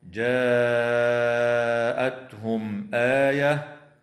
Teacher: وتظهر الميم الساكنة عند الهمزة في قوله تعالى جاءتهم آية